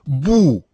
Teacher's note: Обычно отрицание «бу» произносится, как вы слышите, именно с четвертым тоном. Но перед глаголом, который также имеет четвертый тон, это самое «бу» меняет свой тон на второй.